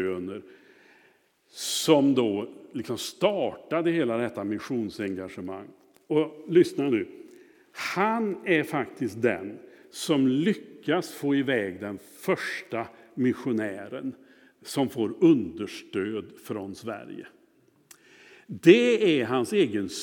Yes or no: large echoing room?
yes